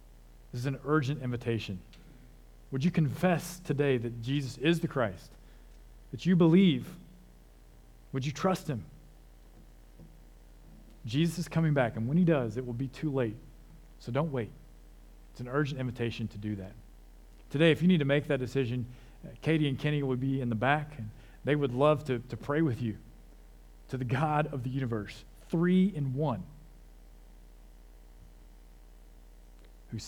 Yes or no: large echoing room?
yes